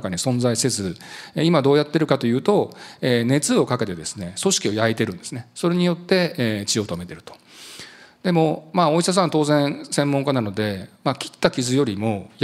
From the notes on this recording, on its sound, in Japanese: 2023年1月28日、東京・三田で行われた「ラジオNIKKEI … 注目企業ＩＲセミナー」